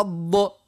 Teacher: كنت نفسر فيه الحرف أنا لآخر الحرف يعني الضاد فيه تحس فيه ضغط، وكنت مبين اللي قلنا صفة الأطباق اللي هي اللسان يلصق بالحنك الأعلى الفوق معك التفخيم ها ويمشي على جنب يعني على اليمين ولا اليسار مع يعني الأضراس